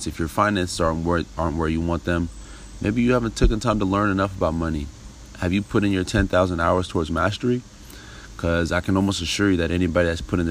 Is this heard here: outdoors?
yes